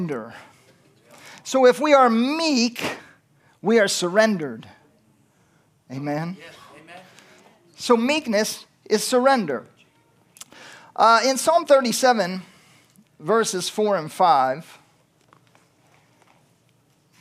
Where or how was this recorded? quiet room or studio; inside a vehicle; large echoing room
large echoing room